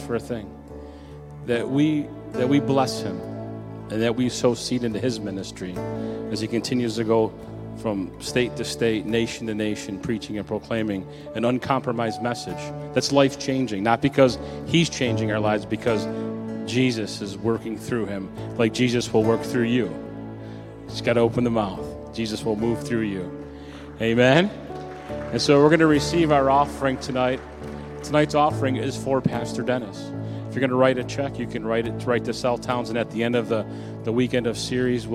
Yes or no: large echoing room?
yes